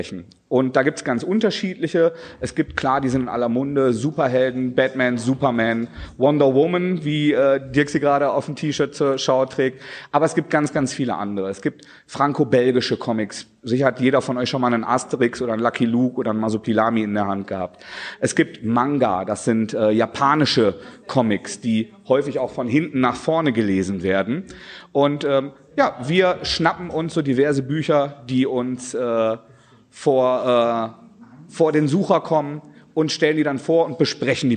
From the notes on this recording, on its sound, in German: unsere erste Live-Folge